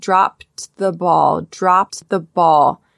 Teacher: You can barely hear that T sound, but it is there. We do not get rid of it.